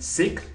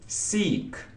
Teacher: Например, если кратко мы скажем «sick», это будет совершенно другое слово.